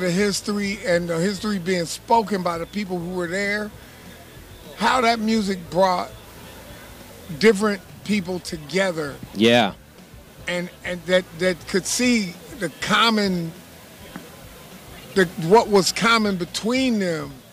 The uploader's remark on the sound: Aftershock Festival Day 2 coverage of Saturday October 12th, 2019.